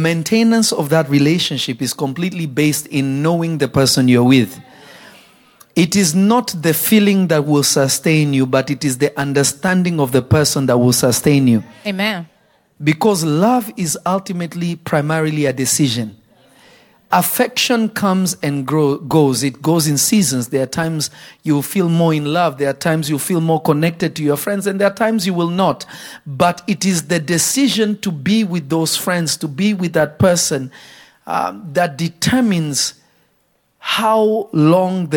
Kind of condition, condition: setting, large echoing room